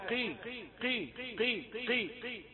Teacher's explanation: القاف في لفظ المستقيم مفخمة تفخيما قليلا، يعني آخر درجة من درجات التفخيم